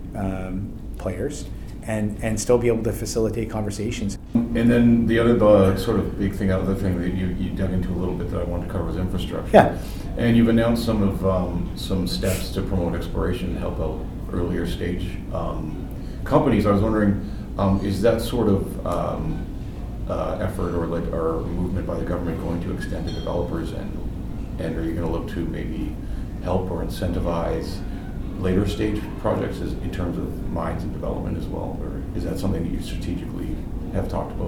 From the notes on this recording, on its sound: We head to the floor of AME BC's Roundup 2017 conference in Vancouver, B.C., for exclusive Northern Miner coverage.